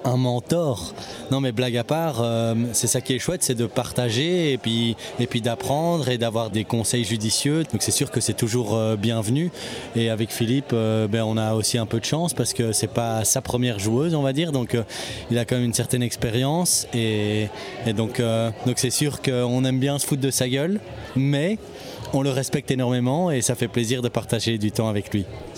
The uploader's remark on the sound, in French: Vous l’entendrez, ce podcast enregistré dans les coulisses du Dôme de Charleroi, dans l’ambiance de la victoire.